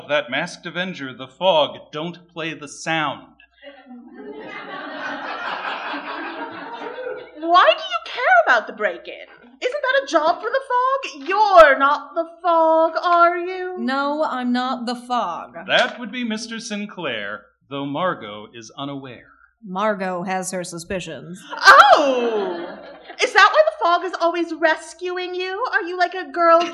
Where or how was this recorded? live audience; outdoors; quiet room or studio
live audience